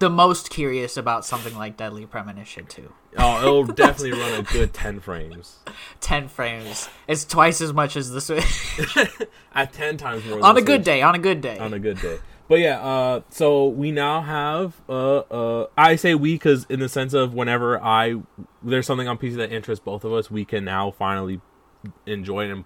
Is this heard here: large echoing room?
no